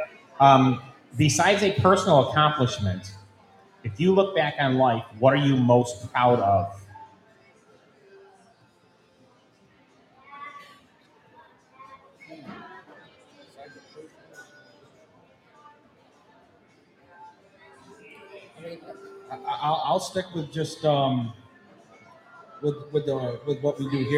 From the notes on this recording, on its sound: Happened ONSITE at The Wildcat Sports Pub. Happened ONSITE at The Wildcat Sports Pub. On-location on 3680 Milton Ave, Camillus, NY.